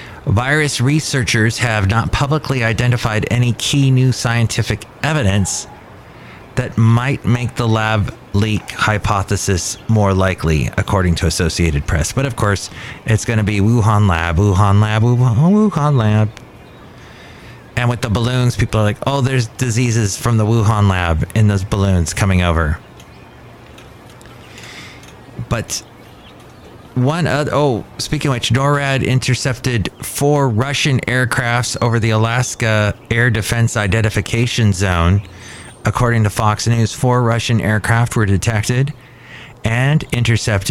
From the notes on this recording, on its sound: podcasts live from Cafe Anyway